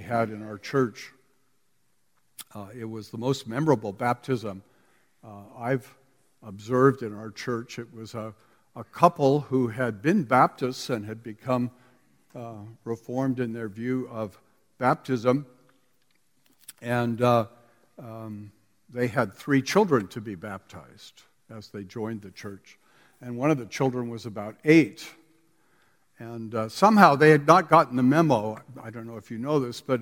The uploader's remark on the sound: We listen in on the conferences sessions from the Reformation Boise Conference last weekend!